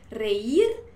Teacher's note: Es más importante formar el hiato, que la I suene fuerte, reír, que la regla general de acentuación.